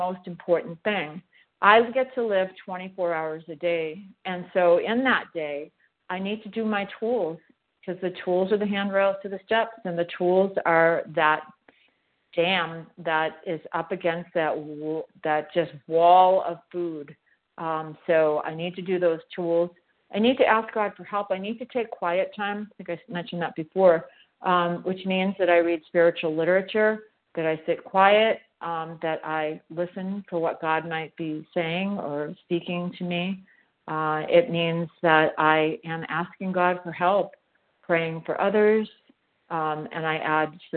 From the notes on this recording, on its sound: from the 100 Pounders Phone Meeting